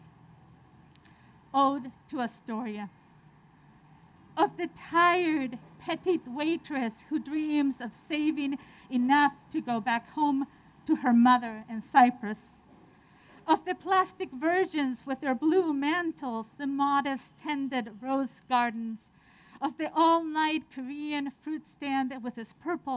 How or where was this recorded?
outdoors